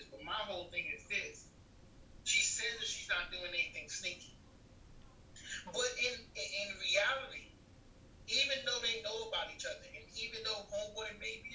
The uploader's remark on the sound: This was my very first episode with a guest & my first episode using Zoom!!